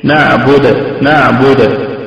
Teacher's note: طيب لو انا عندي الكلمة زي مثلا نعبد، هذه الكلمة فيها وجه واحد فقط بالسكون، يعني ايه؟ لما اقف عليها هقف عليها بوجه السكون، يعني بحركتين مد طبيعي